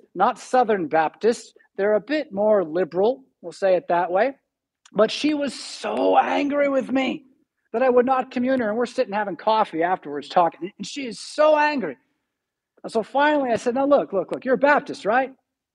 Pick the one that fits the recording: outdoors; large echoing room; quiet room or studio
large echoing room